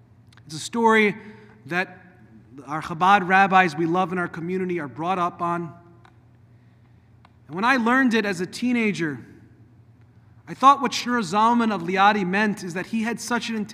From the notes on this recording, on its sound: delivered at Temple of Aaron on Shabbat morning on January 6th 2024